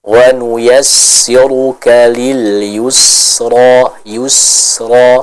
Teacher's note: Sifat sofir, adanya suara yang tajam dari bacaan huruf sin tersebut.